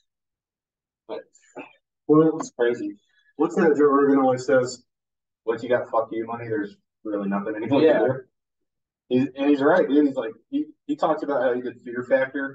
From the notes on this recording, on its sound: He's a marine, and in town visiting, so we did a podcast together for fun. I do apologize for the audio, we had a technical issue.